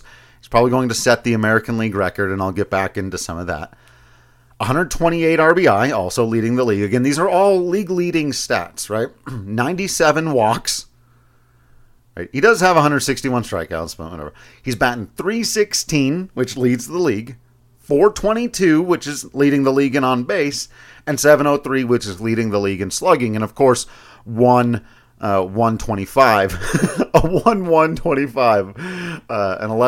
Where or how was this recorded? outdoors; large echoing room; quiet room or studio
quiet room or studio